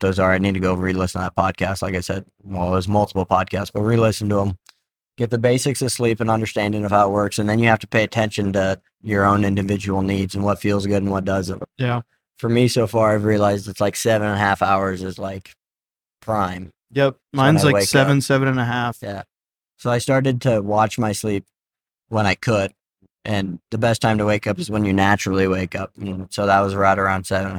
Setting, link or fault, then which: setting, inside a vehicle